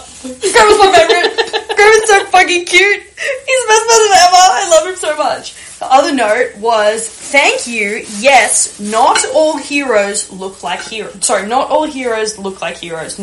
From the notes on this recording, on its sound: Apologies for the background noise in this episode, we were multi-tasking and rolling rumballs.